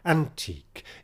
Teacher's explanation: antique, as we would say, here is stressed on the first syllable